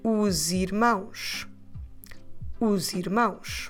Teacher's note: we can and we should run these two words together with the sound Z in the middle